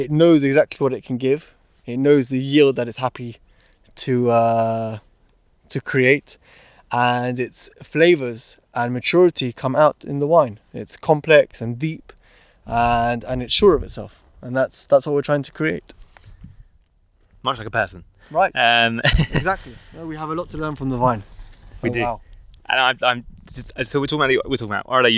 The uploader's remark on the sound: Strolling through the vineyards in the hills just outside Jerusalem.